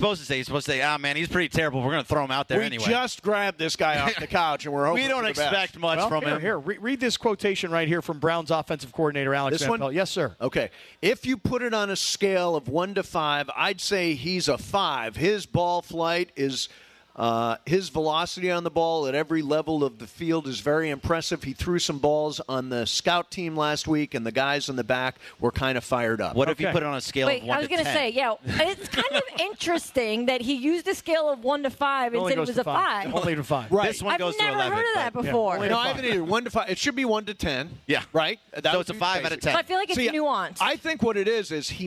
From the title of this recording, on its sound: LIVE From The 909 Sports Bar at Yaamava!